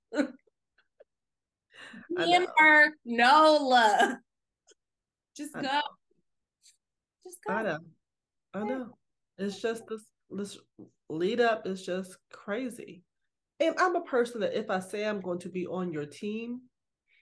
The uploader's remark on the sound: Back on zoom.